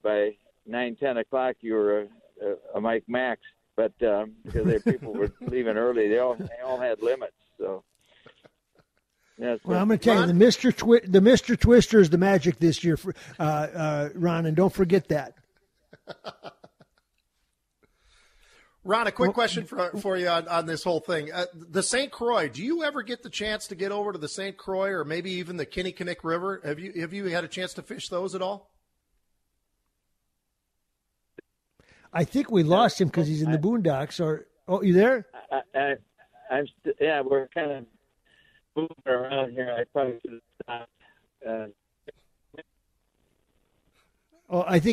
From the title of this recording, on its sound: live from the fishing opener